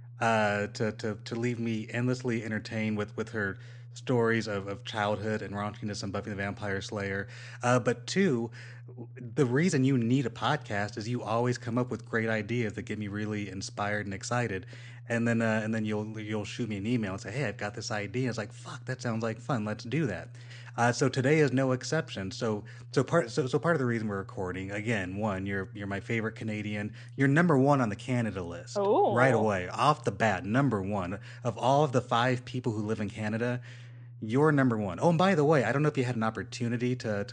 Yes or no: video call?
no